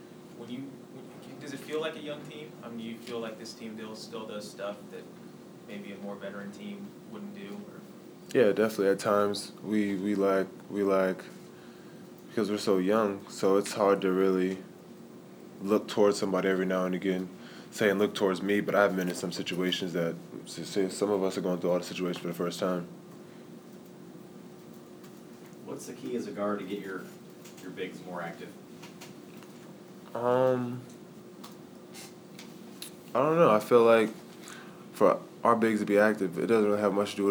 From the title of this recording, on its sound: Press Conferences & Post-Game Interviews